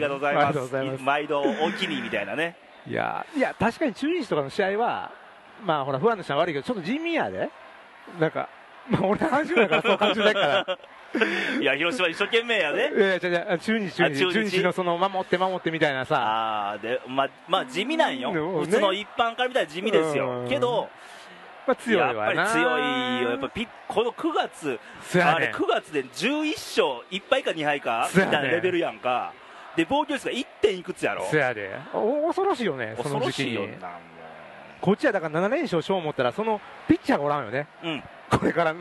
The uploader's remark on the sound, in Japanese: 久々の甲子園球場での収録！